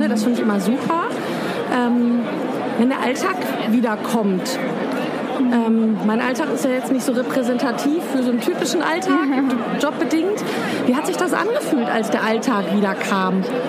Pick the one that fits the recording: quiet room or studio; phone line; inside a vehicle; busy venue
busy venue